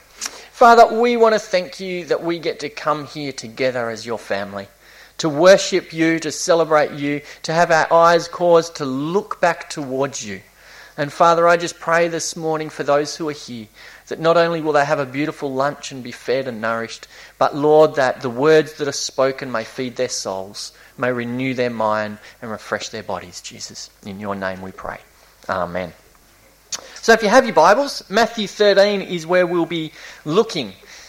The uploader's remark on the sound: This was preached between series at Esperance Chuch of Christ (June 2018)